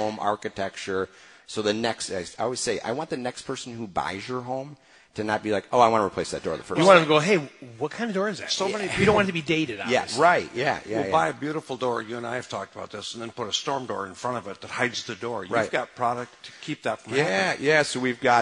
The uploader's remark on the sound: Live from Taylor Doors in Sterling Heights